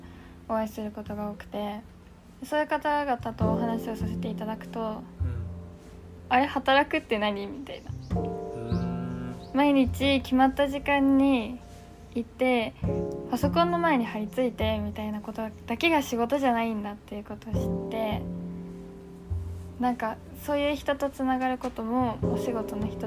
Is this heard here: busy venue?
no